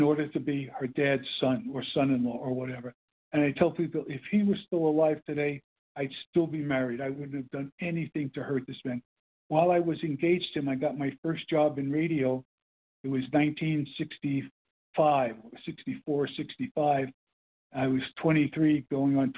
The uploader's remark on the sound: 100 Pounders Phone Meeting